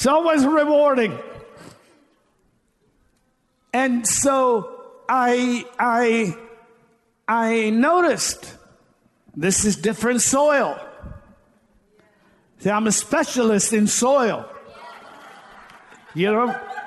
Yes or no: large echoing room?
yes